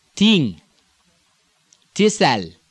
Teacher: and the voiceless TH, thing, thistle, becoming a T, ting, thistle.